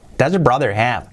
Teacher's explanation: casi la H de have se omite